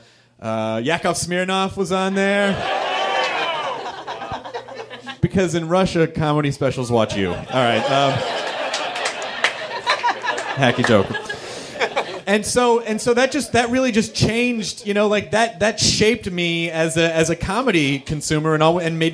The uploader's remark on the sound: Recorded at Meltdown Comics in LA. In front of a live nerd audience.